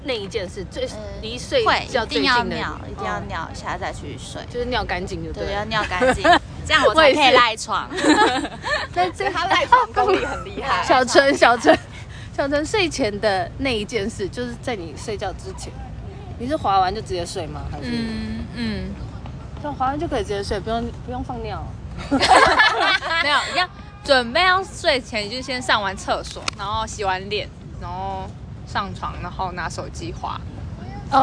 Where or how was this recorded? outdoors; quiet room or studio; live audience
outdoors